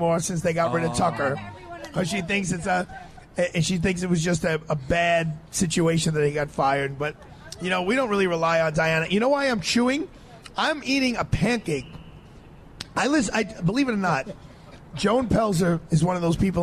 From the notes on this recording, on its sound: Live Broadcast from Pershing Square New York City. Live Broadcast from Pershing Square New York City.